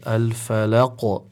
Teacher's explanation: because it is in the end of the verse, then we have a strong emphasis on the qalqala